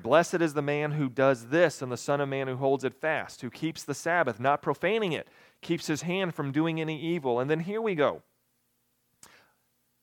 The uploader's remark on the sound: At Ringgold Seventh-day Adventist Church.